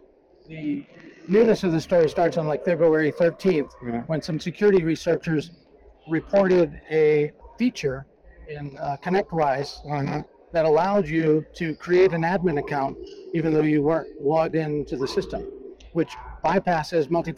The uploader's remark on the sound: it’s a double Interview in Action live from ViVE 2024.